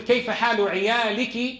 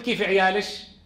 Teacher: وهو قلب الكاف شينا في خطاب الأنثى · Shown in: second take · Term: الكشكشة